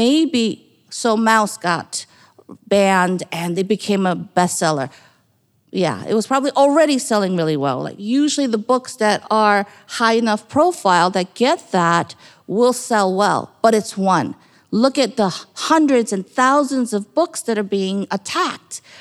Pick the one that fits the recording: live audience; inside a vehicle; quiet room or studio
live audience